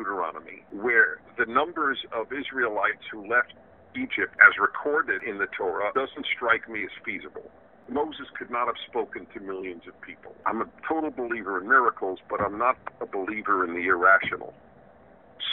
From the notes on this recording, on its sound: a phone conversation